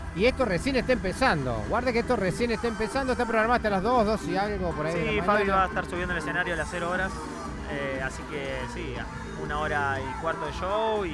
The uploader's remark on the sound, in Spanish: Extracto de la transmisión en vivo de la 2° Fiesta de la Cerveza Artesanal y Gastronómica de Villa Nueva.